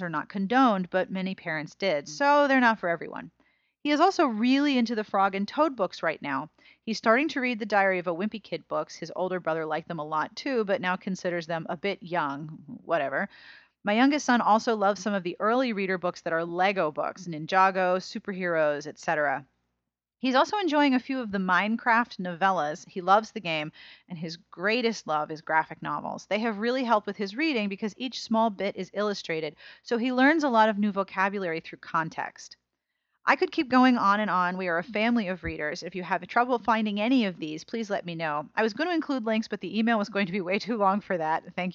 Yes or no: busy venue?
no